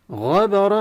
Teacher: غبرة الراء المفتوحة حكم الغنة. غبرة، علينا أن ننتبه إلى مسألة أن الباء وقعت بين الغين والراء المفخمة، فلا تفخم الباء